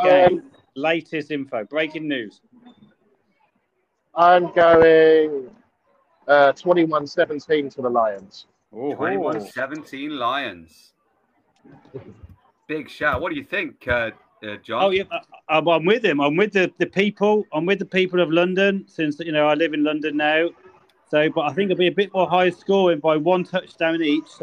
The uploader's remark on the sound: Live on the bus. Pls note there is background noise.